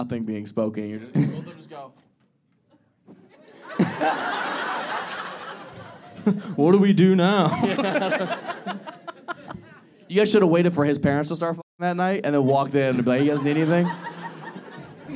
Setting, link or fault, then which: setting, live audience